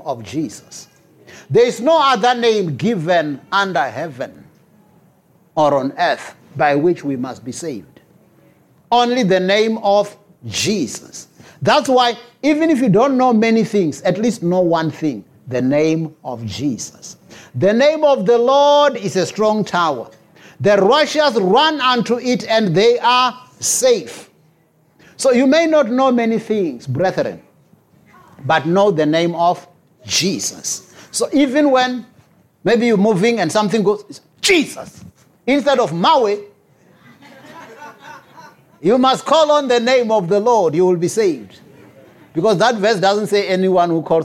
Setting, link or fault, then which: setting, large echoing room